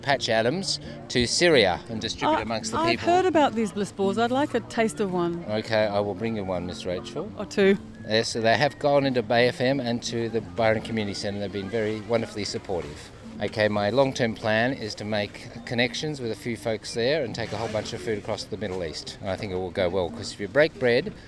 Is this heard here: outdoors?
yes